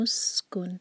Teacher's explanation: سين پر whistling sound اور کن نون کو کلیئر پڑھیں گے، اظہار ہے. انت، نون کی آواز کو چھپائیں گے، اخفاء اور ٹائم دیں گے.